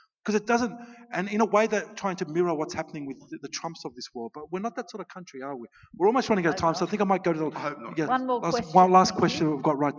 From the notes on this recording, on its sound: At the 2019 Newcastle Writers Festival